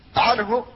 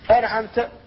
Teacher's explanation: فهذه الأحرف هي أحرف الحلق الستة، وإذا جاءت النون ساكنة قبلها أو كان قبلها تنوين فإن النون هنا ينطق بها ويؤتى بصفتها التي هي الغنة، وهذا هو الإظهار. يؤتى بها هي وبصفتها، سواء كان ذلك في كلمة ويختص هذا بالنون دون التنوين، فالتنوين لا يمكن أن يكون في كلمة لأنه لا يكون إلا عند الآخر.